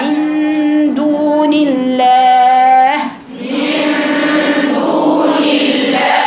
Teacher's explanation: اللام دي طالما هي لام رقيقه تقرايها لا لا ولسانك نازل تحت كده لا لا ارخي لسانك.